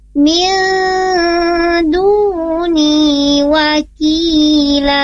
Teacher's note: Nah, di sana min bukan min, tapi mil nun mati ketemu dal, tidak bisa diizharkan karena bukan izhar ya. Di sana ikhfa hukumnya. Mil dua harakat ditahan.